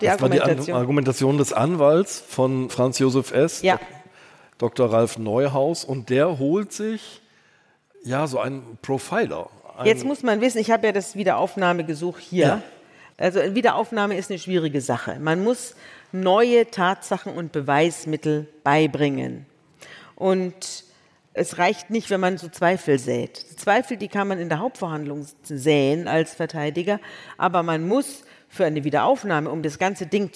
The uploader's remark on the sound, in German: vor Livepublikum im Kölner Theater am Tanzbrunnen